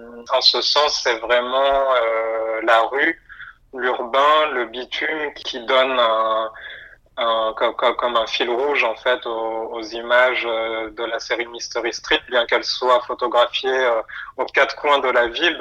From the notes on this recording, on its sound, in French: Par téléphone entre Marseille et Paris.